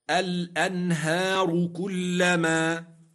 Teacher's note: الراء الساكنة لأجل الوقف وقبلها ألف مادية تفخم